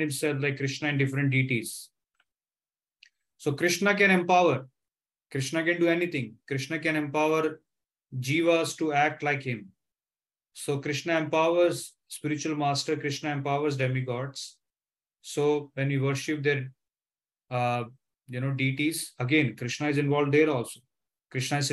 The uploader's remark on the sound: Zoom platform